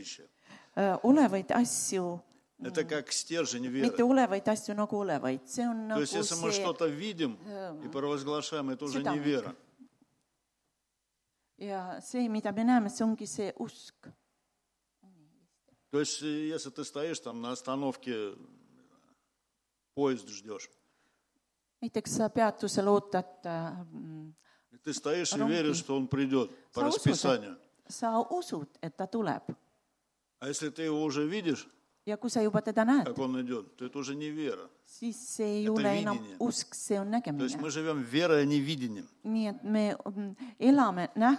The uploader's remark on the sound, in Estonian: Audio salvestus koosolekult